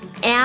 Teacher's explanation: アメリカ英語はもう、エアに近いぐらい、エアって口を横に開いてます。それが、こうちょっと鼻にかかったような音になる